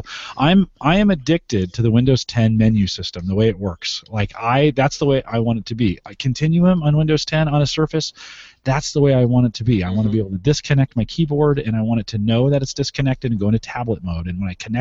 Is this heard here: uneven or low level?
no